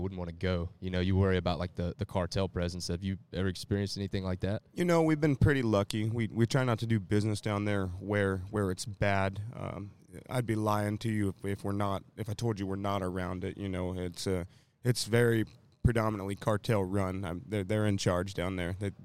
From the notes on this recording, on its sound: we are live at the Texas Trophy Hunter's Extravaganza in Dallas, Texas with some interesting fellow exhibitors